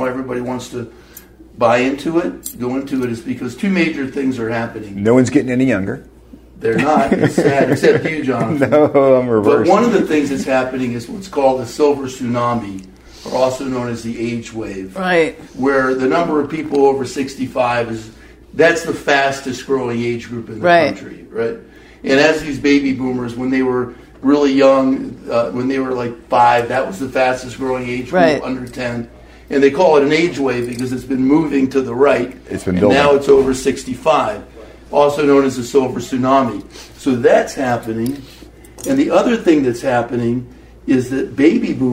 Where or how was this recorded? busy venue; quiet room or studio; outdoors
busy venue